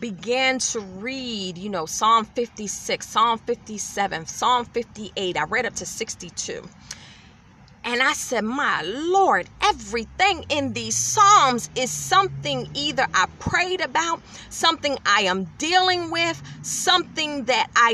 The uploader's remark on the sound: In my car